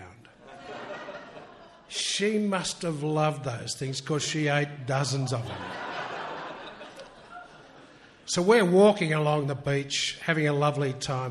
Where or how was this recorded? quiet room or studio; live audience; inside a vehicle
live audience